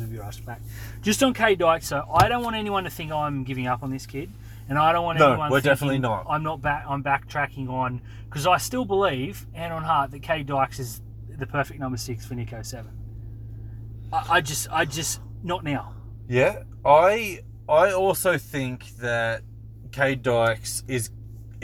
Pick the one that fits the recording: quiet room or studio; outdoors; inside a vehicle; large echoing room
inside a vehicle